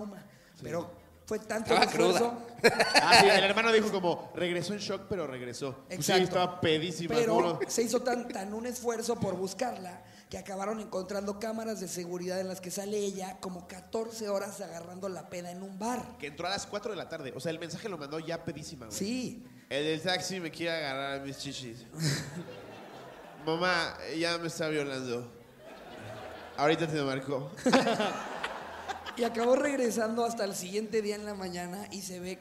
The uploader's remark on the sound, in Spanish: Anecdotario directamente en vivo desde Culiacán.